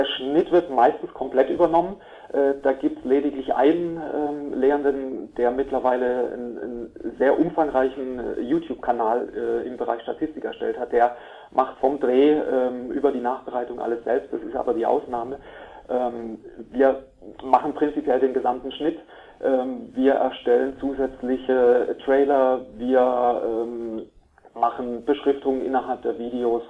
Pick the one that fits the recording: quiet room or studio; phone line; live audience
phone line